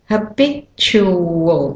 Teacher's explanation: And there's another W thrown in to get from the two vowels there. The two schwas actually.